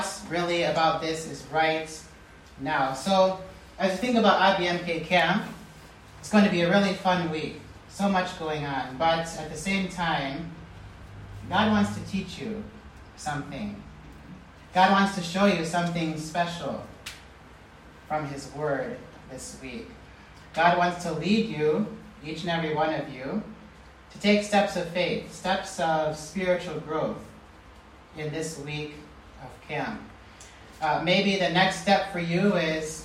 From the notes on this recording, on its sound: preached this message at the IBMK Missionary Kids Camp in Kenya